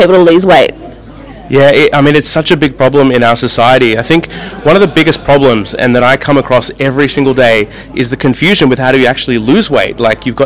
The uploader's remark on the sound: RadioBabes LIVE at the International Millionaires Network Sydney